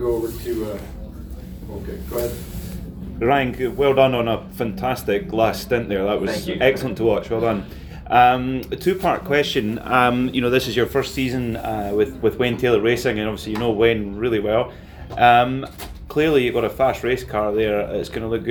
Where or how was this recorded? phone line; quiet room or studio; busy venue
busy venue